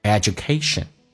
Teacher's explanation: 经常美式发音把那个 u 发成 a 这个发音